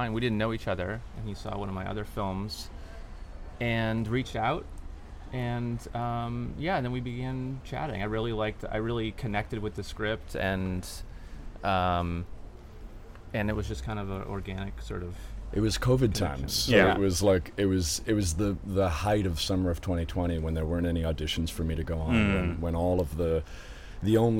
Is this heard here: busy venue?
yes